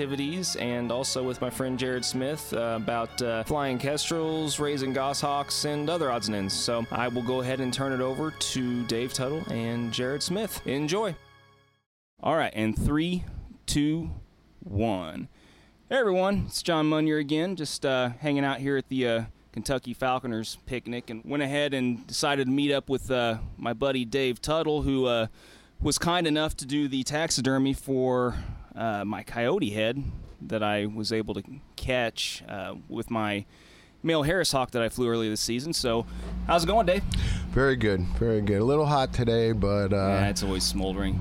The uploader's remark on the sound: This episode comes to you from a past Kentucky Falconer's Association annual picnic and was recorded with two falconers.